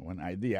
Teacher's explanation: accent vient tomber dans la deuxième syllabe